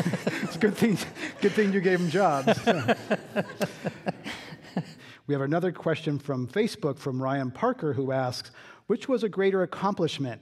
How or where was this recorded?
live audience